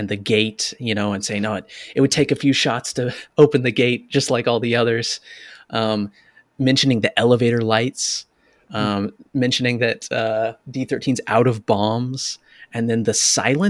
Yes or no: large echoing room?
no